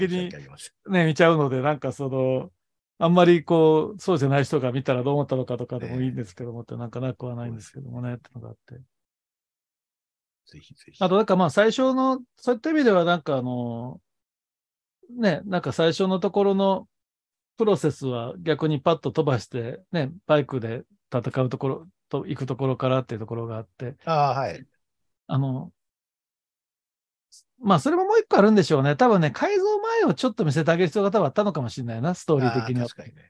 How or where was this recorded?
video call